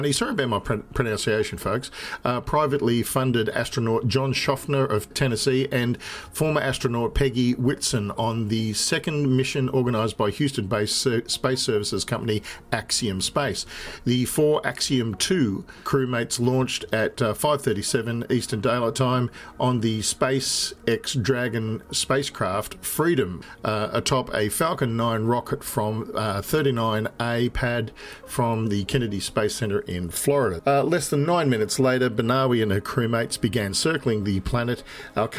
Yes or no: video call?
no